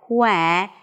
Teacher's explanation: And in this case, it's the first syllable, quest, quest. We begin with a k sound, then it's a w, round your lips for W, then the as in red, qua.